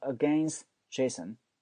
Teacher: Against 这个 t 是不发音的，直接变成了 againstJason